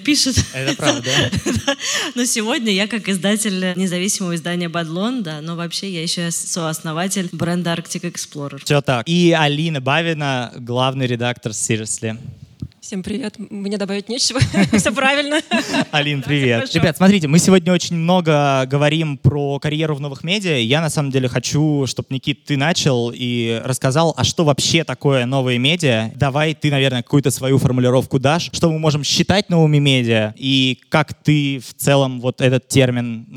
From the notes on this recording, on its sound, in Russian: Это необычный выпуск подкаста «Соседний столик» — он был в формате открытой записью со 120 зрителями в офлайне. Это получилось благодаря открытому городскому пространству Хлебозавод и площадке «Гостиная 9».